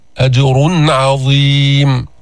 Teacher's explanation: أظهرنا النون الساكنة، أظهرنا التنوين عند العين، لأن العين من وين؟ أين مخرجه؟ عين، وسط الحلق، فإذا في إظهار · Term: الإظهار